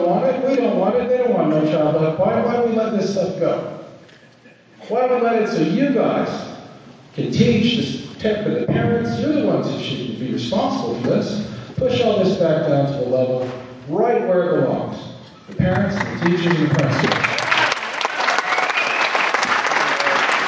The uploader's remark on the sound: 2012 Cache County Utah GOP Convention Audio. Here is most of the audio for the 2012 Cache County Utah GOP Convention held at Mt.